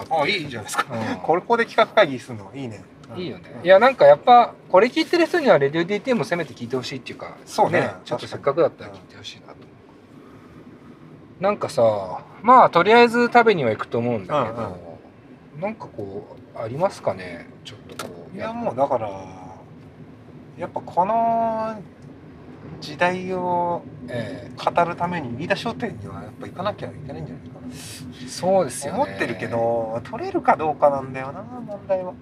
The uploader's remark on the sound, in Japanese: 今回は彼とラーメンを食べに行く道中、ドライブでの会話を収録しました。